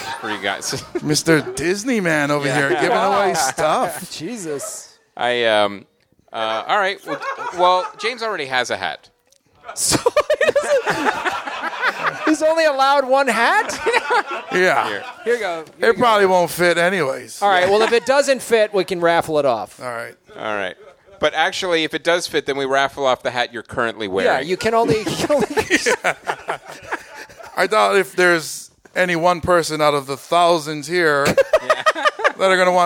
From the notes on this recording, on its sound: Live from Hawaii! First ever live show outside of North America.